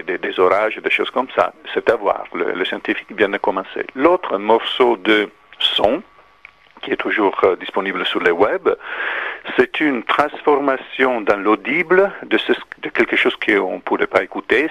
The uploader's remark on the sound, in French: (par téléphone).